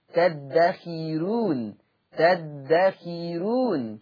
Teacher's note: فيها الراء مرققة لورش عن نافع، السبب لأن الراء مضمومة وقبلها كسر أصلي متصل، كسر في نفس الكلمة قبل الراء، فتبقى خيرو تدخيرون تدخيرون هكذا.